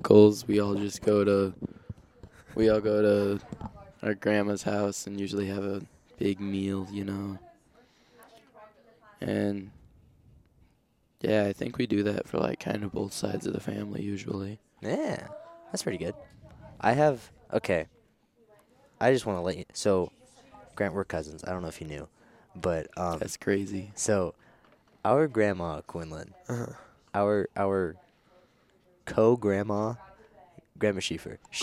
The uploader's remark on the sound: Live From Baker's Theater. This episode was filmed in front of a live studio audience, so don't be surprised if you hear a bunch of people talking in the background.